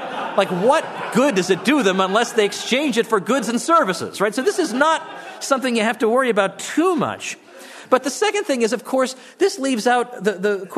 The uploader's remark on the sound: From the session on "Monetary Theory and Policy," presented at the Austrian Economics Research Conference. At the Ludwig von Mises Institute in Auburn, Alabama.